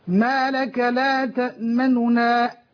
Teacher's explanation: فنحن نختلس أو نخفي ضمة النون الأولى، جزء من الحركة